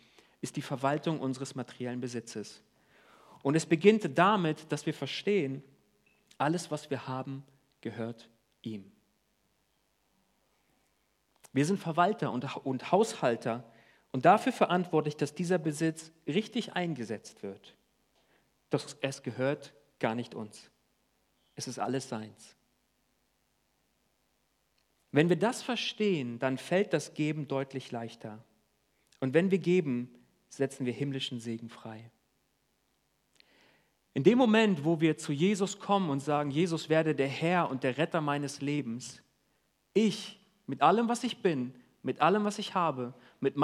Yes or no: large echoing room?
yes